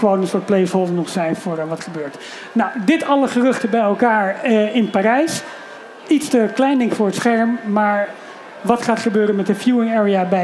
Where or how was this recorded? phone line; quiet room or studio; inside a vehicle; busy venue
busy venue